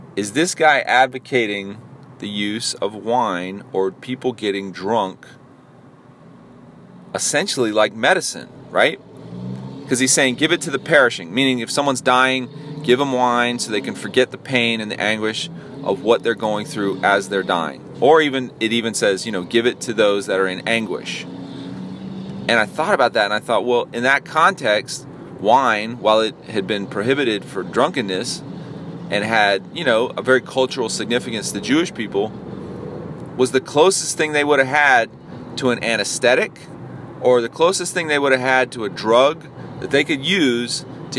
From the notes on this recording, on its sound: a solo dolo podcast while i was driving